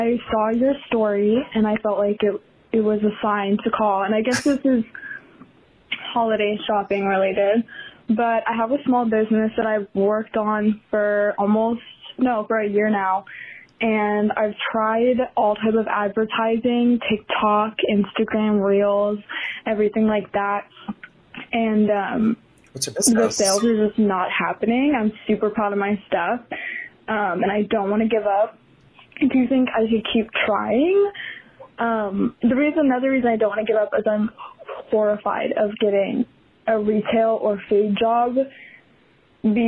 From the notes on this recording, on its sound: Surprises a listener with a phone call to shoutout her Etsy business.